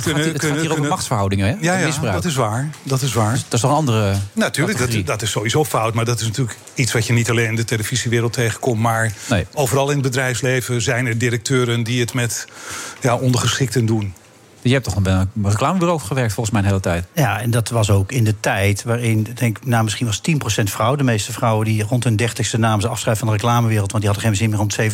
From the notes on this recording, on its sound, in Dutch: Live vanuit de Lobby van het Double Tree by Hilton Hotel in Amsterdam.